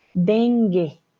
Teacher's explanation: No decimos dengue, ¿vale? No pronunciamos la U en este caso